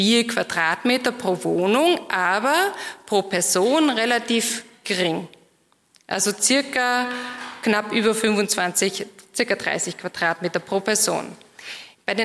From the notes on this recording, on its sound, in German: Die Aufzeichnungen dazu entstehen bei den Live-Veranstaltungen zur Direktwahl. Heute gibt es eine spannende Keynote.